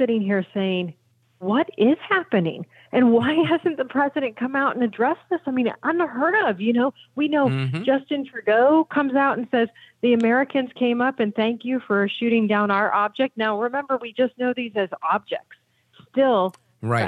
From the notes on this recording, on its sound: we take your calls in open phones across America.